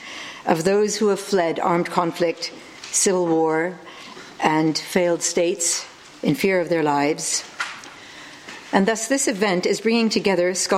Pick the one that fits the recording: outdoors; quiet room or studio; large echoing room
large echoing room